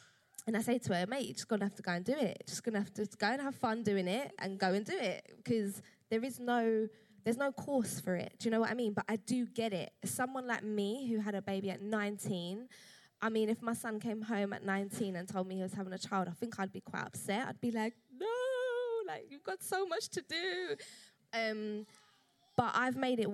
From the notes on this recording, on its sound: Part 2 of 'Badass Mums Live' at the Roundhouse